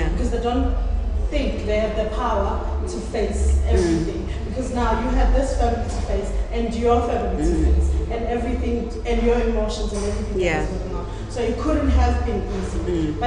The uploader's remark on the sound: The first live recording of The Cheeky Natives